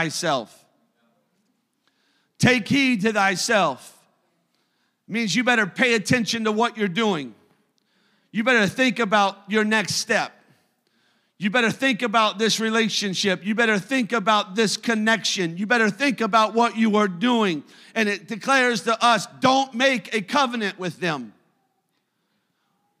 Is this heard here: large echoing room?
yes